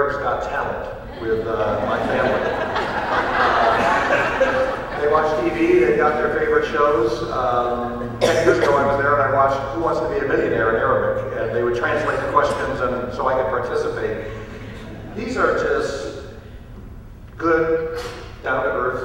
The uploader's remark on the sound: answer questions from the audience